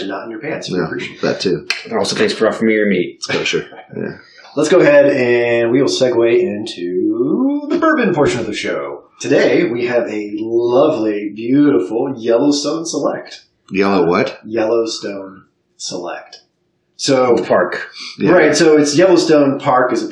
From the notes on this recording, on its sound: Audio is a bit potato